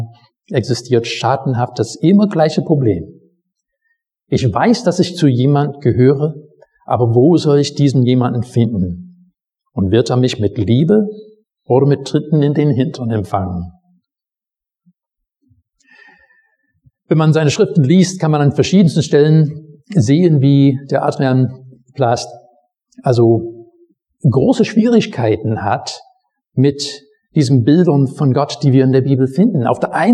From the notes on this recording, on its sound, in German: Predigt aus dem Gottesdienst